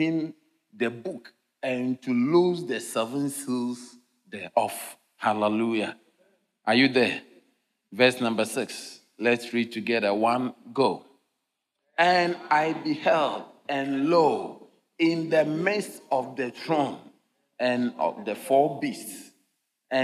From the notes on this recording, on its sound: Sermon delivered on Friday, October 4, 2023, at LCI Mega-Church in Cape Town, South Africa.